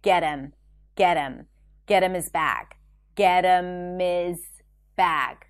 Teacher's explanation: the H in pronouns like her, him, or hers and his is dropped when it's unstressed.